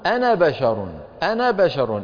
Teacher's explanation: ننطق فتحة النون وننتقل مباشرة إلى الكلمة التي بعدها